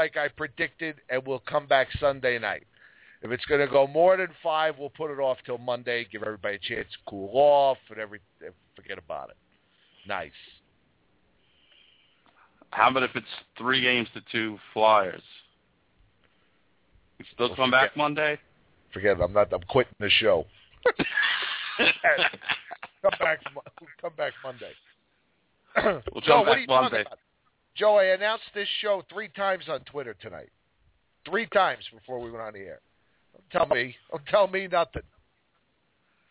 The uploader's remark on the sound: Anything goes on the Underground, we take your calls, and there is a live chat throughout the entire show.